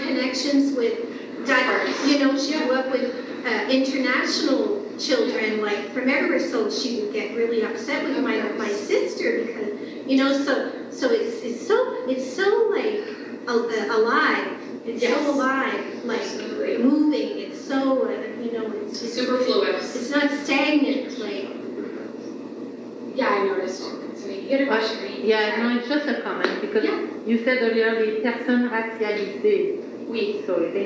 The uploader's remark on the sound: On this weeks episode we are sharing a LIVE talk we gave at the Moncton Public Library.